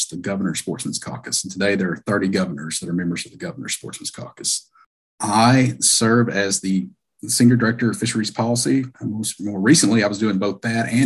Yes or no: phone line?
no